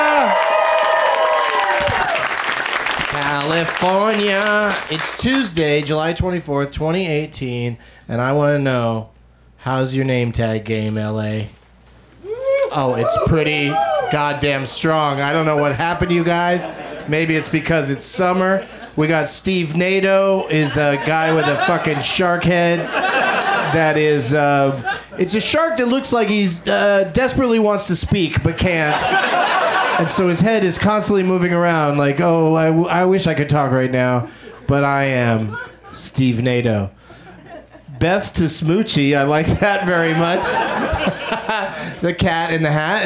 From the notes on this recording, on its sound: Back home at the UCB Franklin.